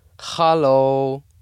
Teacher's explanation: the guttural H starting deep in my throat.